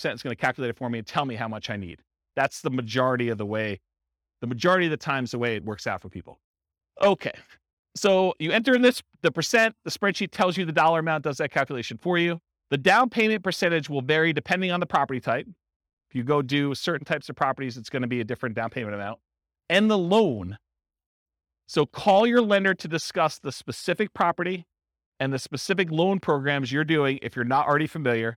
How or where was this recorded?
live audience